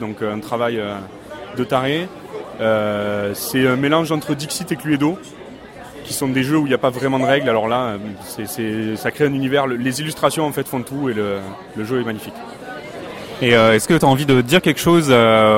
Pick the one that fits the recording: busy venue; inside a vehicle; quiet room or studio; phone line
busy venue